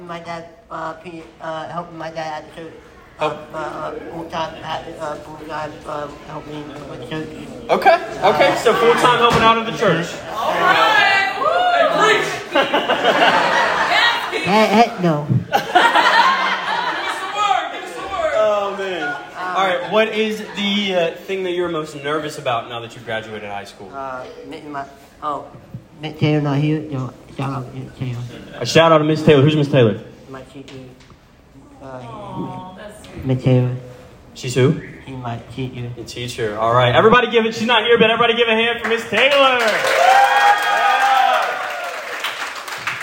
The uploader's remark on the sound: We recorded this episode in front of a live-studio audience. High School Graduation party.